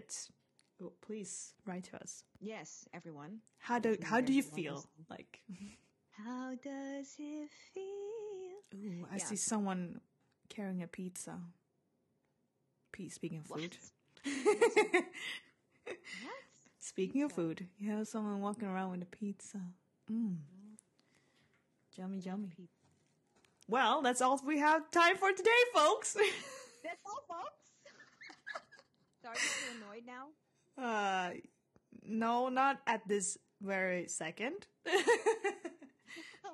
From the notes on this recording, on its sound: BAD SOUND!